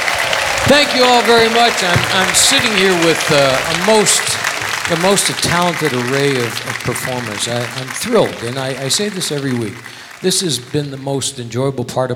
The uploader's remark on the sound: Live at the SouthPoint Casino.